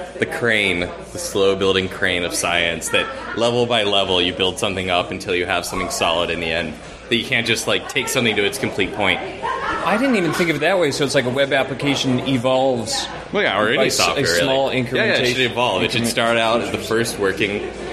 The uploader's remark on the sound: From the RubyFringe conference in Toronto.